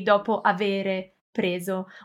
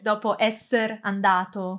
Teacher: We tend to drop the E · Shown in: second take